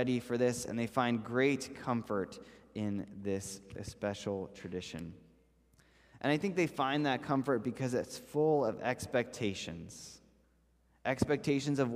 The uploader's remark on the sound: This message was first preached on December 5th 2021 at Linglestown Life Church in Harrisburg PA.